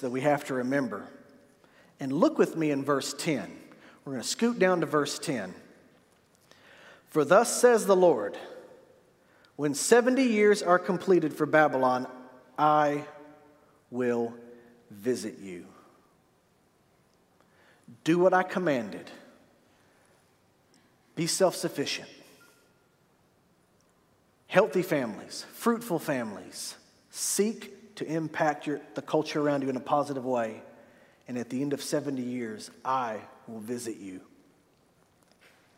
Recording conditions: large echoing room